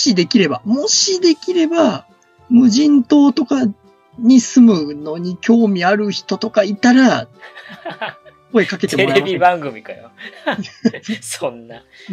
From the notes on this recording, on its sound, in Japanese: 2020年にYoutubeで配信した音源のアーカイブです。音質や編集にお聞き苦しい箇所があるかと思いますが。